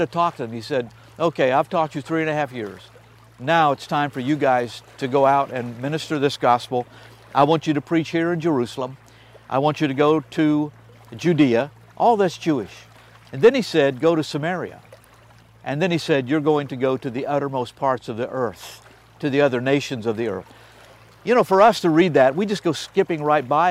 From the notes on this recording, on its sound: on location at the edge of the beautiful Sea of Galilee